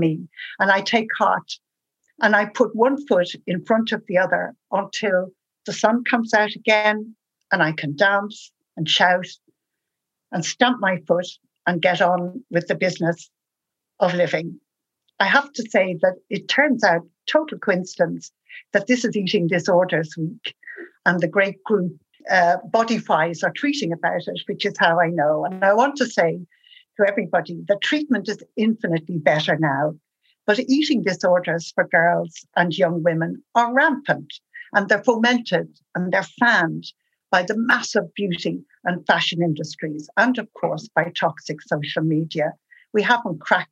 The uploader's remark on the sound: The Irish Times Women’s Podcast hosted an evening of storytelling to mark International Women’s Day.